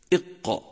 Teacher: قوة اضطراب صوت الحرف الساكن في مخرجه، بحيث يسمع له نبرة قوية · Term: القلقلة